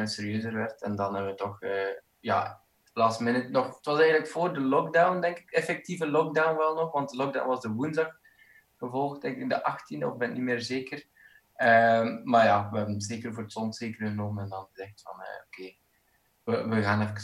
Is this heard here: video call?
yes